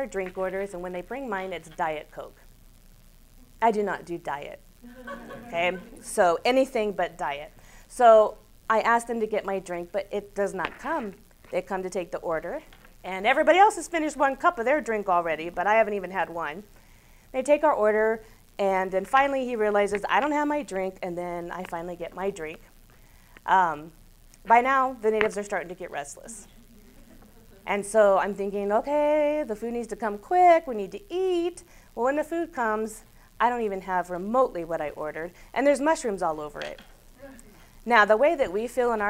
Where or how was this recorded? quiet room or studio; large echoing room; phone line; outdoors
large echoing room